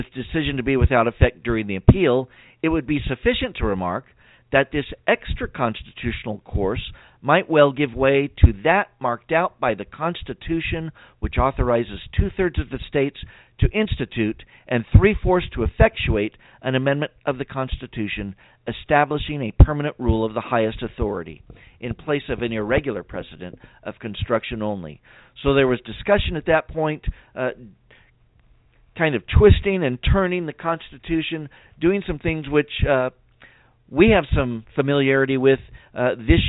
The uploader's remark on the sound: we'll try to leave time for your phone calls